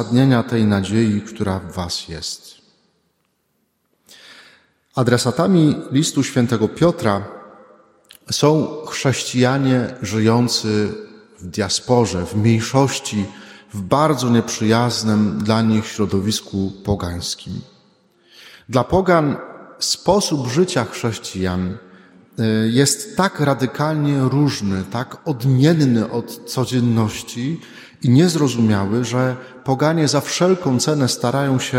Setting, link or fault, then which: setting, large echoing room